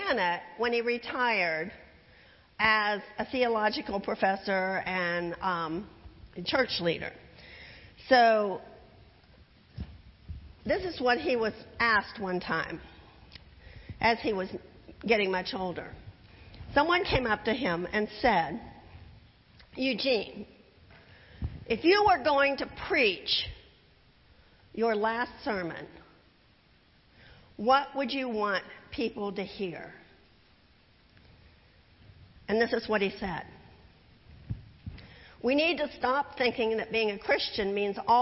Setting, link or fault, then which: setting, large echoing room